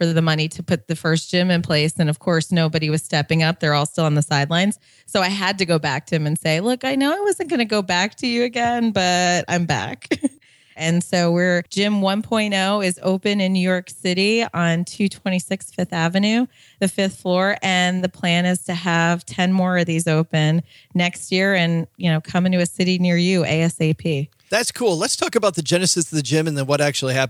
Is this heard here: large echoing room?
no